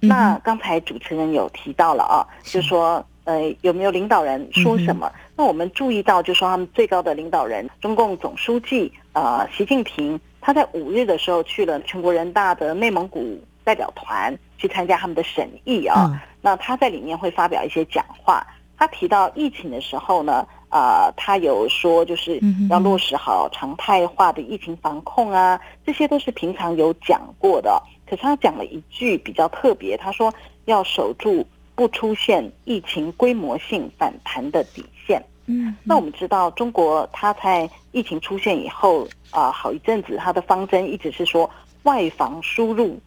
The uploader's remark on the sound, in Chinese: 連線訪問中央社駐上海記者。